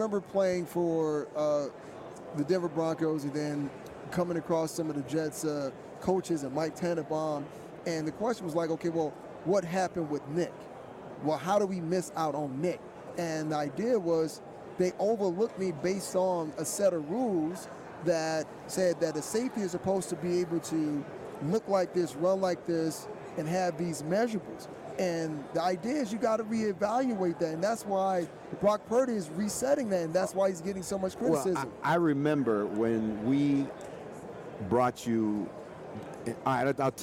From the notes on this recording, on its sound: From Radio Row. Live on Radio Row.